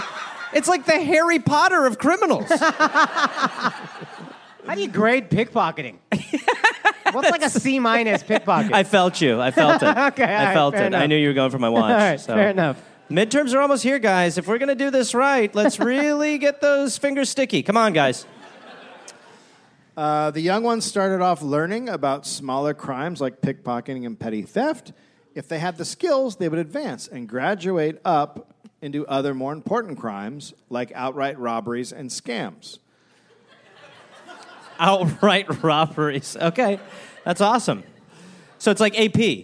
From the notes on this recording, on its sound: live in Brooklyn